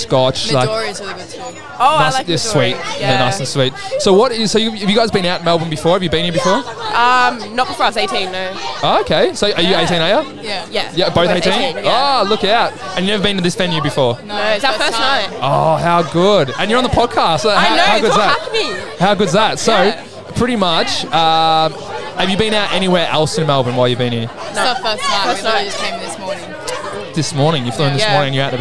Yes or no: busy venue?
yes